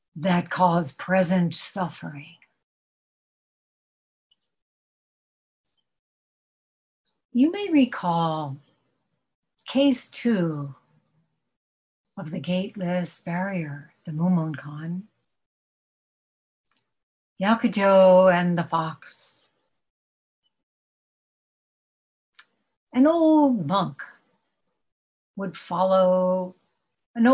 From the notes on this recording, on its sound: At Zen Center of Syracuse Hoen-ji via Zoom.